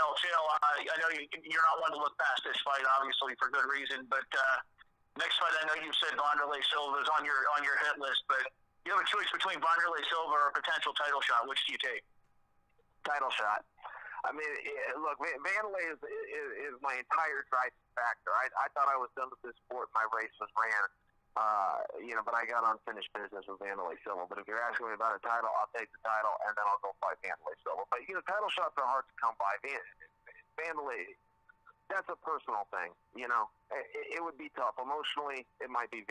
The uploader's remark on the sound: Bellator MMA held the Bellator 170 media conference call with fighters from the Bellator 170 fight card.